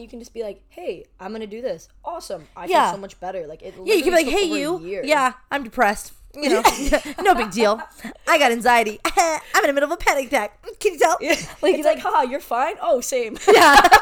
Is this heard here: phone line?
no